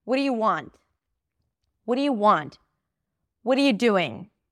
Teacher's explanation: What are you and what do you sound exactly the same.